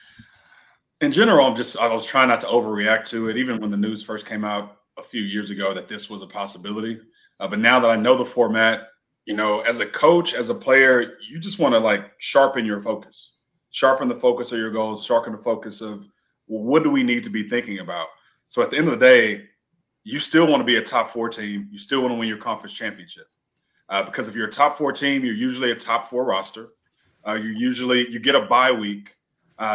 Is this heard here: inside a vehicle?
no